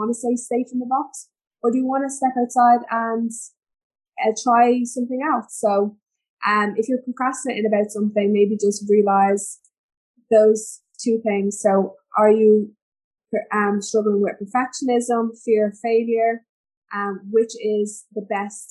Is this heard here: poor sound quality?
yes